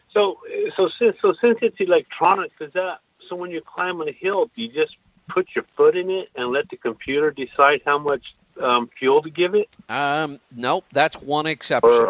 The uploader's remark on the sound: Call in Question and Answer Show